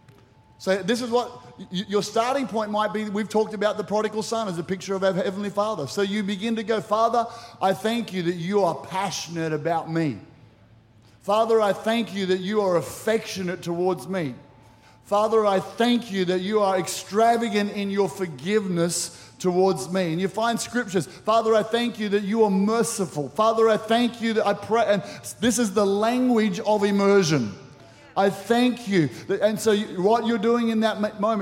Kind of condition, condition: setting, large echoing room